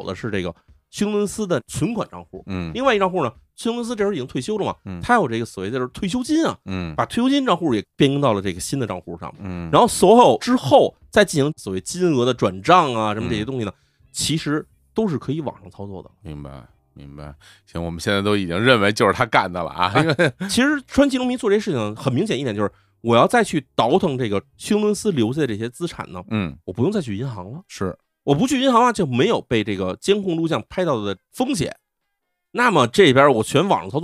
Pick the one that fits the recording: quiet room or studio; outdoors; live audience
quiet room or studio